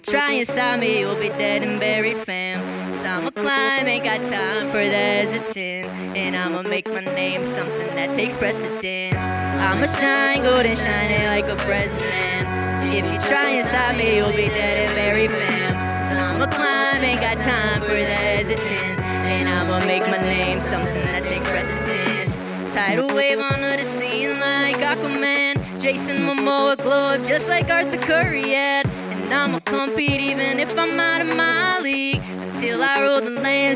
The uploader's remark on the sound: LIVE at Bub's Lower Level. With a live concert recorded on the day of the debut of her latest album. Decided to hold a celebratory party and concert at the basement level of Bubs Brewery.